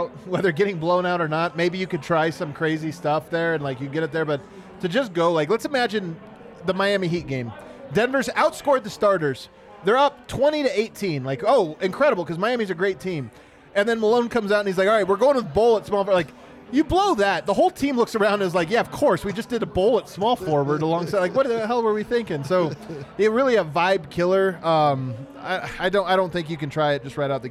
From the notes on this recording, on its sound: Live from the Winner's Lounge